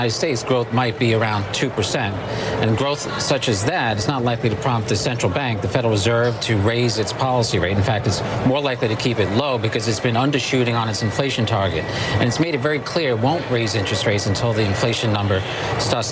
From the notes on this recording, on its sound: live from the New York Stock Exchange